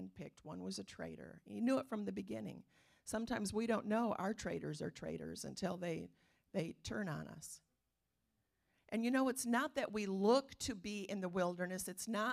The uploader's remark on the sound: Calvary Assembly of God live Stream